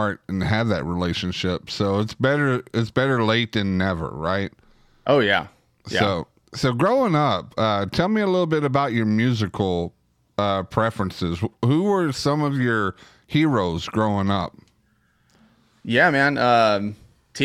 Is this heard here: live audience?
no